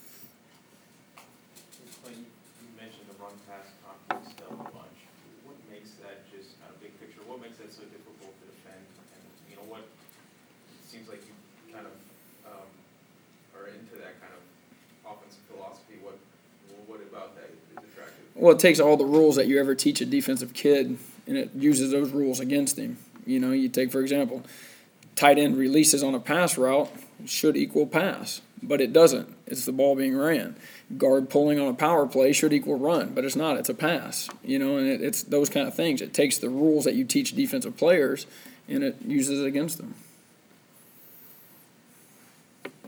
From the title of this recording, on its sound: Press Conferences & Post-Game Interviews